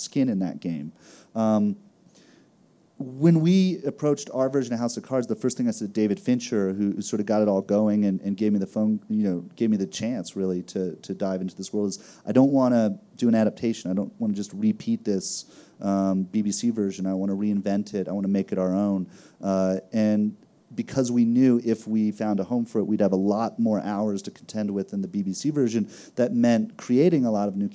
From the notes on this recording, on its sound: Recorded live at the Aspen Ideas Festival